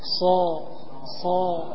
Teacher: Fathahnya tetap fathah terbuka. So, tapi lidahnya naik. · Term: itbaq